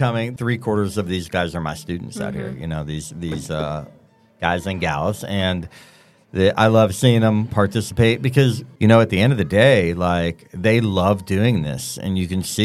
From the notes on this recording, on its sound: This episode is unique as the recording took place during our Jingle Fest event. Jingle Fest is an annual event, hosted by the Troy University IDEA Bank, which brings together student entrepreneurs, the local community, and loads of holiday cheer!